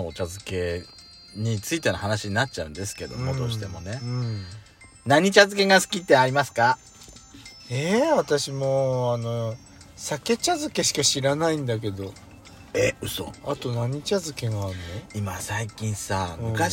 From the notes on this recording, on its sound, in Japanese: From Radiotalk。パーキング収録。